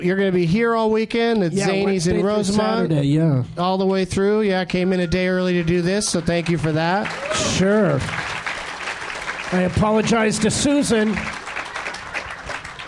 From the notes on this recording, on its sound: Live from Zanies in Rosemont, IL